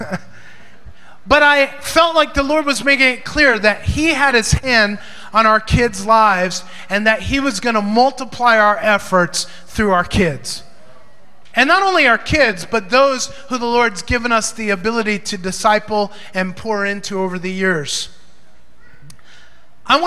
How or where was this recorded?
live audience